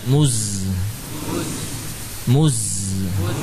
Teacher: ketika sudah sampai pada huruf sukunnya, bibir jangan dibiarkan masih madmum, ya. Muz, tidak, tapi kembalikan.